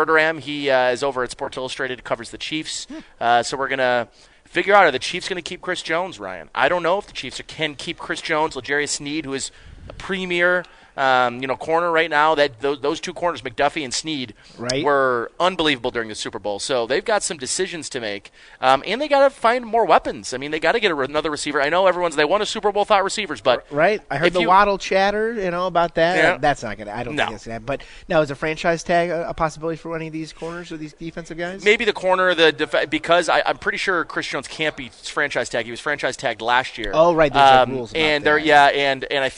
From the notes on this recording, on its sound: Live from Batavia Downs